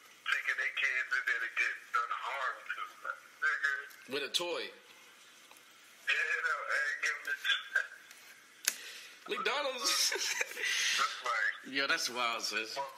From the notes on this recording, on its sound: An elevated conversation over the phone